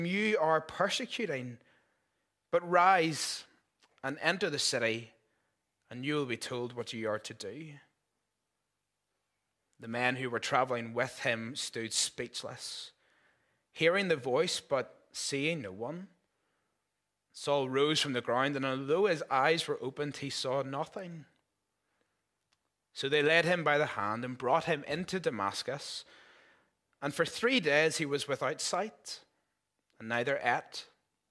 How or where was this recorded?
large echoing room